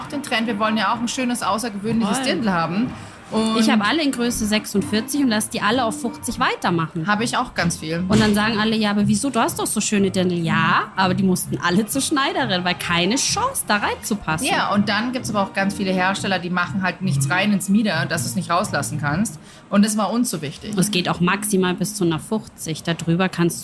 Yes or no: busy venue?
yes